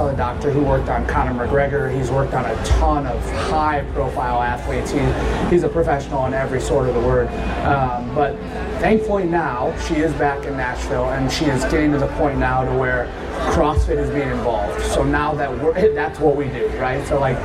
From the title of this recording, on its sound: Bonus Episode LIVE!!! From Wodapalooza